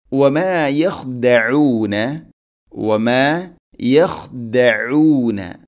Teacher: ഖ തൊണ്ടയുടെ മുകൾ ഭാഗം, അതുപോലെ ഐൻ തൊണ്ടയുടെ മധ്യഭാഗം. കൃത്യമായിട്ട് യഥാർത്ഥ മഖ്റജിൽ നിന്നും അക്ഷരങ്ങൾ ഉച്ചരിക്കുവാൻ വേണ്ടി പ്രത്യേകം ശ്രദ്ധിക്കണം.